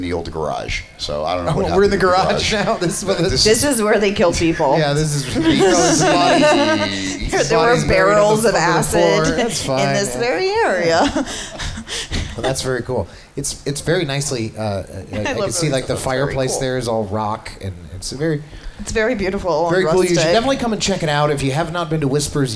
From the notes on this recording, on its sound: We take our show on the road and do our podcast live from Whispers Vegas Lifestyle parties.